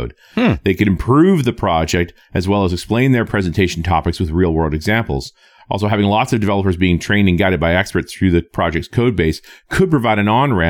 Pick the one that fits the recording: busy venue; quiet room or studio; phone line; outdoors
quiet room or studio